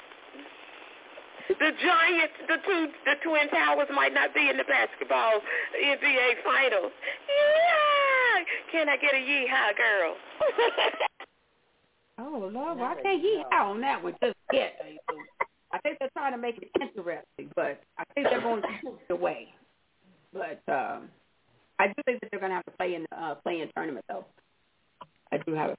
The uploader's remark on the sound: your phone calls